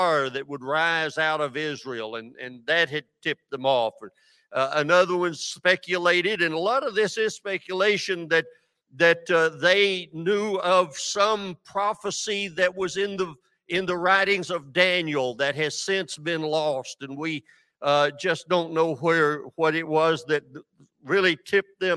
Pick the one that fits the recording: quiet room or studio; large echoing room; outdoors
large echoing room